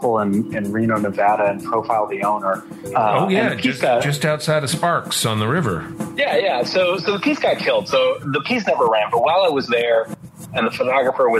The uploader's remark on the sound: Joining us by telephone from New York is the author.